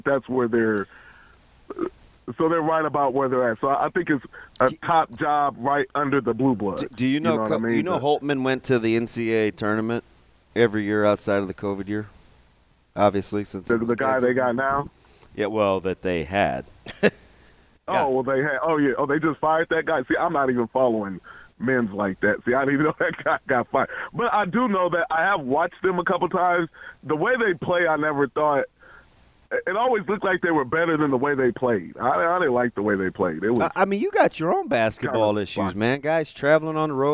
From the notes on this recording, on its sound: take your phone calls